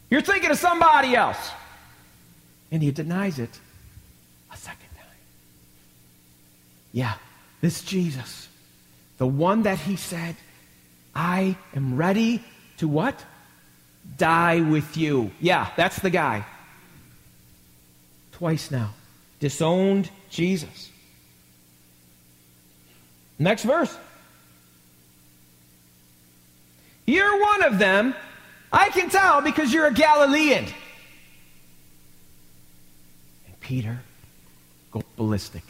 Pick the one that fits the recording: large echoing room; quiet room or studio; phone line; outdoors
large echoing room